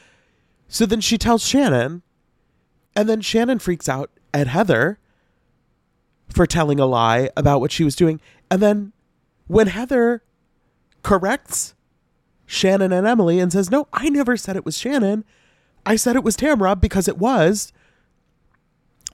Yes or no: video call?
no